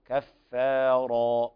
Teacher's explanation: ويلاحظ ترقيق الكاف والفاء مع تفخيم الراء بعدها